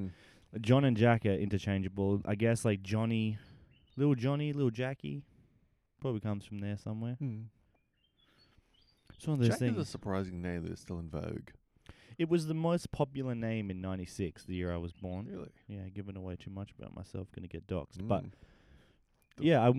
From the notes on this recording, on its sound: a couple of mics and the midnight air